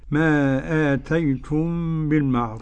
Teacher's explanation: الاخفاء الشفوي فضيلة الشيخ، ميم ساكنة واتى بعدها ايه باء